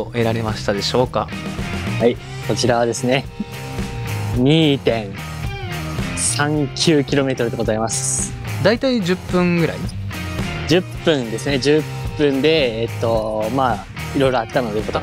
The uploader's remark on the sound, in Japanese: 今回は初めての外収録！私が自粛期間ということもあり、密室での収録を避けました。